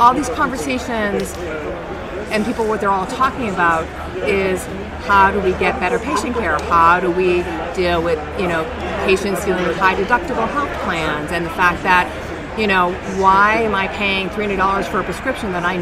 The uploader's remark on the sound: The conversation was recorded live in the exhibition hall at HLTH.